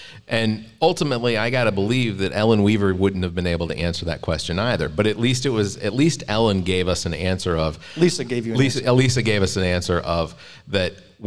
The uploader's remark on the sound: Recorded LIVE from the Greenwood County Democratic Party August '23 Breakfast. Recorded Live from the Morris Chapel Baptist Church Family Life Center in Greenwood, South Carolina!